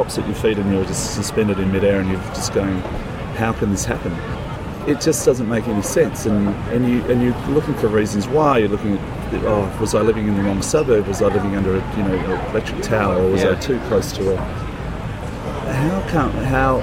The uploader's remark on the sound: This first outside (and rather noisy) episode. Recorded: Sydney.